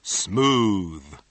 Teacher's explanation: 原来 smooth 是发 z 而不是发 s 音的